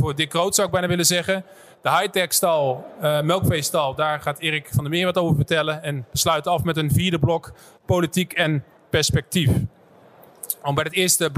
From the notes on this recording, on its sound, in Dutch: Tijdens een live-podcast op de RMV in Gorinchem